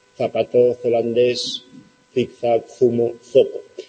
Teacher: la Z es el interdental en aquellos dialectos que lo pronuncian y la mayoría es la S, se confunde con la S, zapato, zelandés, zigzag, zumo, zopo.